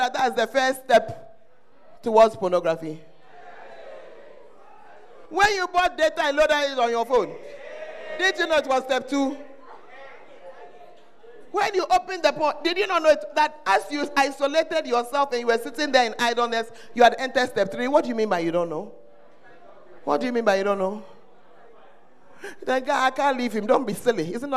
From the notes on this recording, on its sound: Preached at First Love Church, Ayeduase